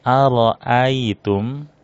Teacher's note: Ro-nya dibaca tafkhim ya, tebal, karena ro-nya di fathah. Kemudian ai, di sini ada ya sukun, sebelumnya berharokat fathah, namanya lin ya.